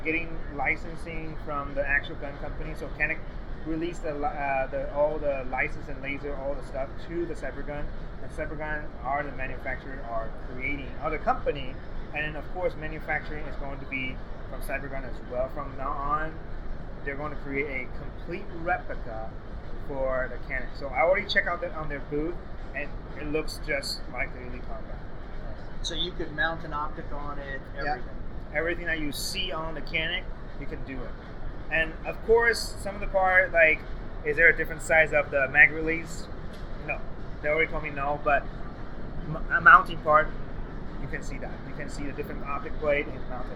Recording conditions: background noise